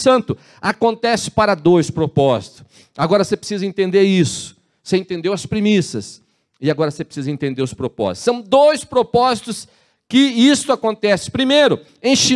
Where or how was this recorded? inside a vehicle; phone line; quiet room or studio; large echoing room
large echoing room